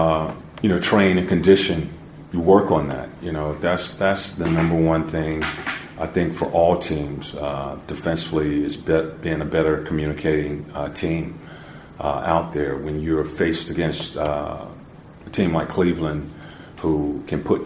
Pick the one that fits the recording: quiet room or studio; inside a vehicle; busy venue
busy venue